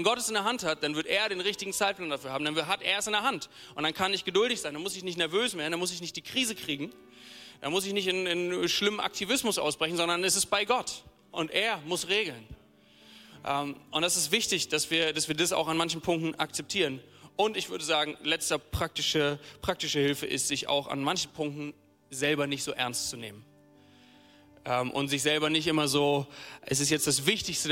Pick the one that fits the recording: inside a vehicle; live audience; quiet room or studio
live audience